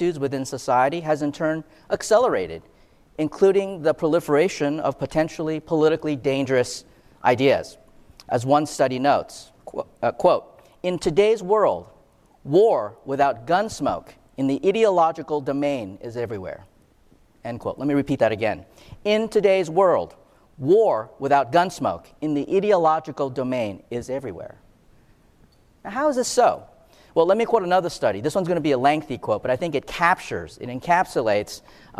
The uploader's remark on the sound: Q&amp;A with the audience